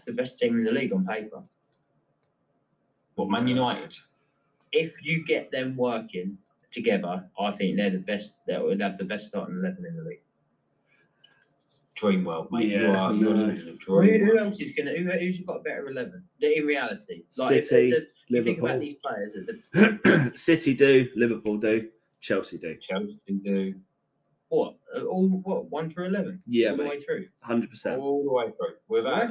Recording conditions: poor sound quality